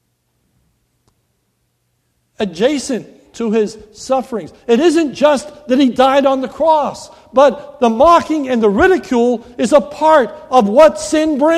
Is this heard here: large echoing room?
yes